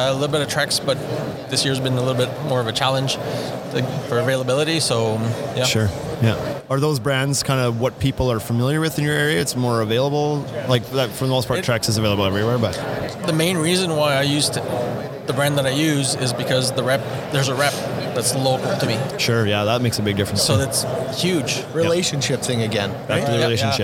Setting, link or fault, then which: setting, busy venue